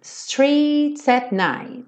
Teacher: Aqui ele alonga um pouquinho streets, então o at fica bem pequenininho.